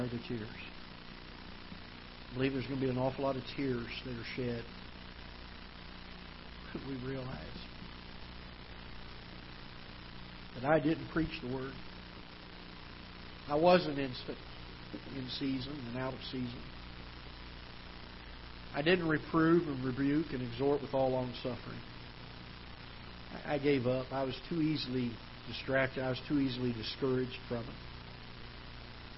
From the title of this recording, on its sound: Ketha Heights Baptist Church ~ Live Broadcast